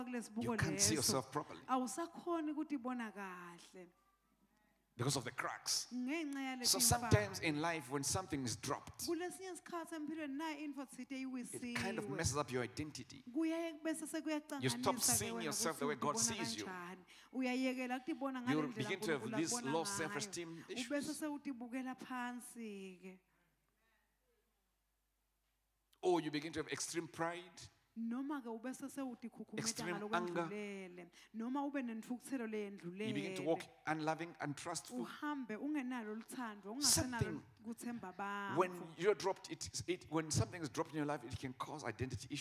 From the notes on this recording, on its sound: Recorded Live at the Apostolic Hub on February 6, 2022.